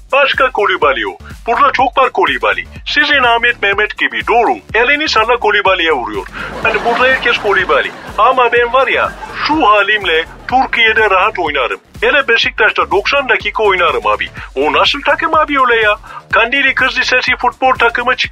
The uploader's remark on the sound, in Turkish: telefon görüşmesi